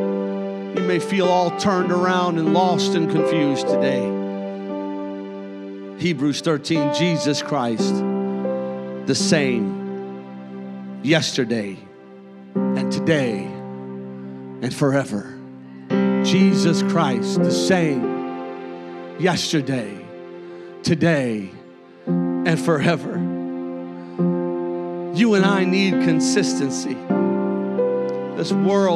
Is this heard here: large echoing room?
yes